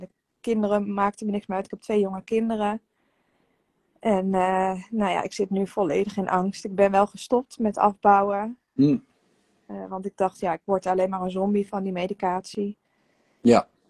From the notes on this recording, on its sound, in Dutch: De audio deel ik op de podcast maar de sessies zijn ook te bekijken.